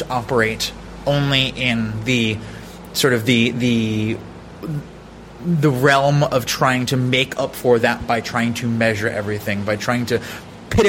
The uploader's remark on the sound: Live from the Coworking Europe Conference